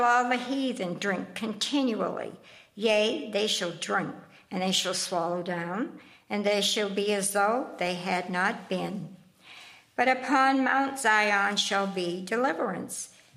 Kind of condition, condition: setting, large echoing room